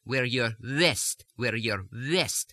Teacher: In Russian, the way we pronounce V and W when they come at the beginnings of words, and they're pronounced almost identically. It's almost a cross halfway between the V and the W. Now I want you to push your lips forward and say instead of west, west, west, as if the air is just flowing between the two lips.